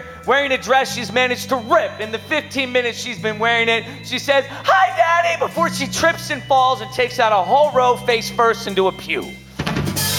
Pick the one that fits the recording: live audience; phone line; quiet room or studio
live audience